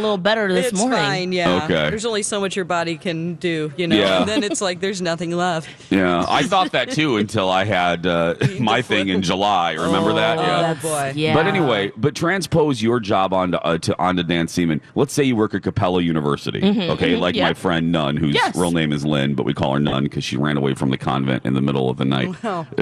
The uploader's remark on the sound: broadcast live from the AC Hotel for the Superbowl